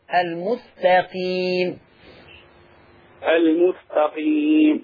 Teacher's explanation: انتبه إلى ترقيق حرف التاء في لفظ المستقيم، تاء وليست طاء · Term: ترقيق التاء